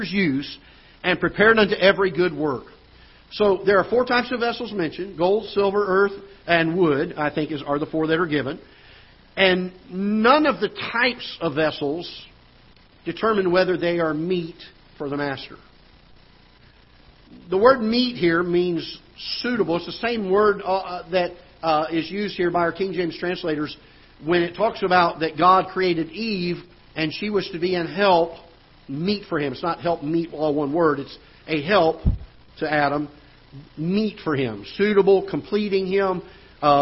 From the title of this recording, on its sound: Ketha Heights Baptist Church ~ Live Broadcast